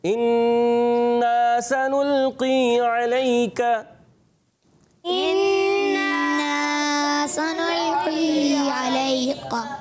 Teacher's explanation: قاف کو پڑھیں گے پر، کیونکہ قاف حرف مستعلیہ میں سے ہے